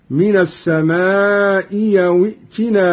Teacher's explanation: قرأ قالون بإبدال الهمزة الثانية ياء